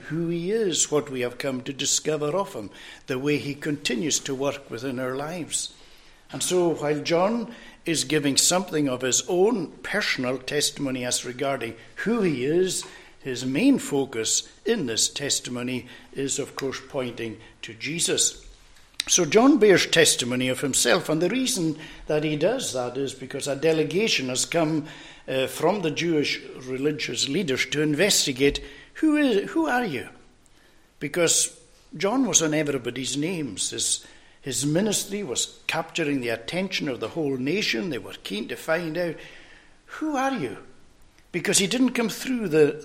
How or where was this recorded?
large echoing room